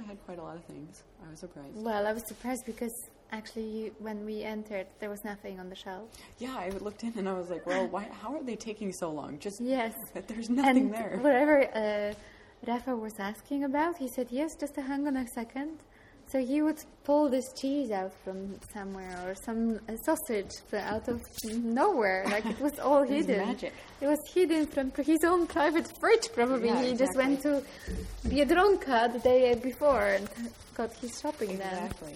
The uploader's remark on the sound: This was a really fun podcast to record for me as we were recording in a train station. I thought after carrying all the recording stuff around all day we weren't going to have the opportunity to record BUT thankfully I missed my train!